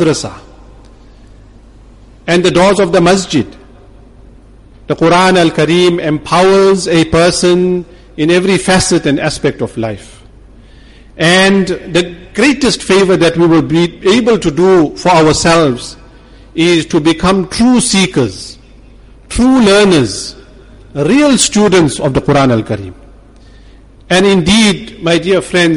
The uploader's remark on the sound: Jumuah lecture at Umhlanga Masjid